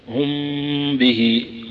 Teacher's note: يكون فيها غنة وفيها شدة يسيرة، ومن غير مبالغة في التشديد أو فتح الفم، هم به، وتضبط هذا بخروج نفس خفيف من الشفتين، وسهل الأمر فيها. · Term: إخفاء